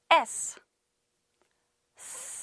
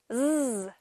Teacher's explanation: S 소리와 같은 방법으로 내는데 다른 점은 목에 떨림이 있는 소리예요. · Shown in: second take